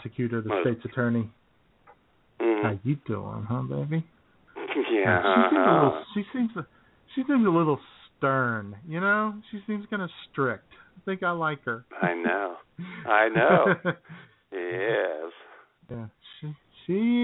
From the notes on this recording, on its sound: take your phone calls